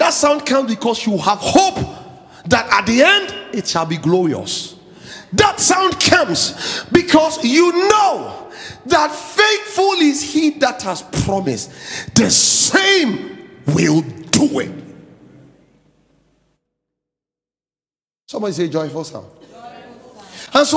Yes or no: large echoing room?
yes